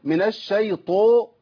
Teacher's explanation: انت كده خليت الطاء بين الضم وبين الفتح، عملت حاجه اسمها اهمال الحركه